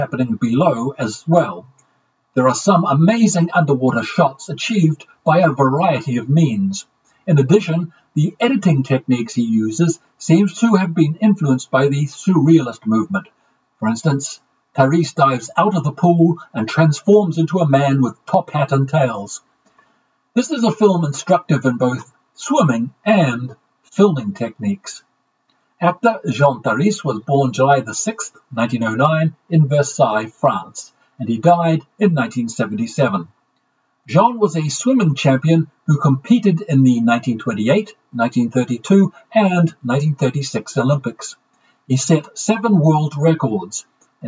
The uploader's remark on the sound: My apologies for the sound quality of all the episodes this week. There was an equipment failure and, after recording each episode three times to try and fix the issue I was left with the option of pausing production or stitching together the best takes.